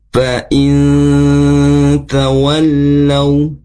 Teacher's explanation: Contoh gunnah itu ketika bacaan gunnah itu ketika nun sukun bertemu dengan huruf-huruf tertentu. Contoh di ayat ini, nun sukun bertemu huruf ta. Ini yang disebut dengan ikhfa. Yang bunyinya samar dan didengungkan.